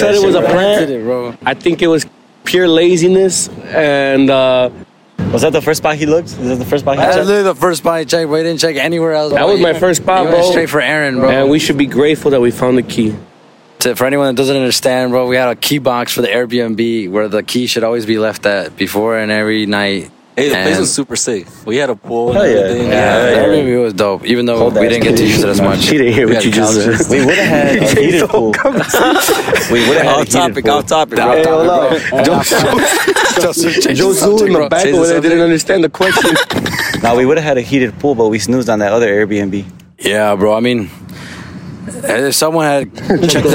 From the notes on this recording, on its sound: On the shore of downtown Miami as the podcast was recorded outside. FYI their voices were gone from all the ragers.